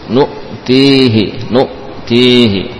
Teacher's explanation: Hamzanya betul-betul diberi sifat syiddah sehingga tidak lagi tersisa suara. Suara tidak berjalan.